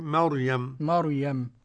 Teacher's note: والراء في مريم مفخمة على القول الصحيح